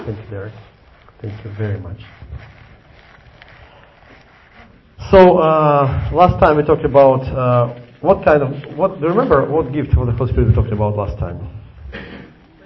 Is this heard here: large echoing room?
yes